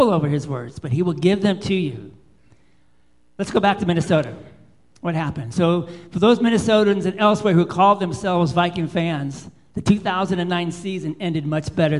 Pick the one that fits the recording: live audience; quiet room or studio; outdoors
live audience